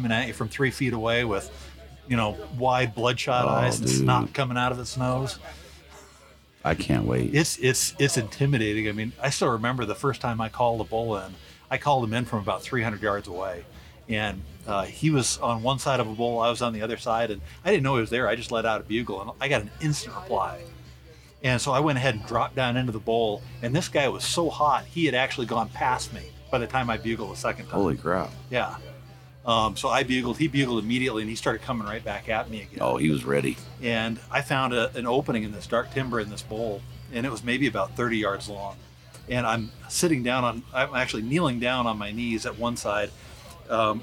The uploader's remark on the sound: Live from Mountain Archery Fest